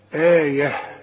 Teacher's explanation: من آية، واحنا قلنا قبل كده ان ما دام تلاقي الهمزة في وسط السطر وبعدها المد تمد تقول آية، آية اذا وصلت، انما اذا وقفت هتديها هاء، آية التاء المربوطة تتحول الى هاء